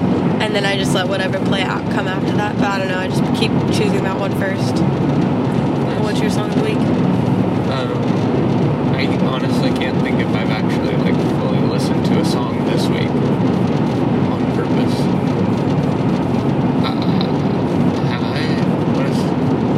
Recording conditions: background noise